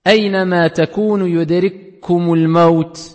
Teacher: Donc, il y a l'assimilation. On prononce qu'un kaf avec une shidda.